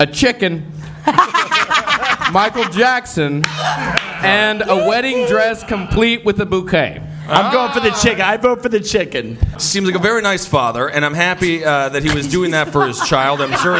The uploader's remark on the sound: Live at the Cave Comedy Radio Launch Party!